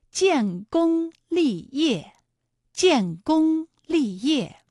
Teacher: 一个是有前鼻韵母烟，一个是有后鼻韵母翁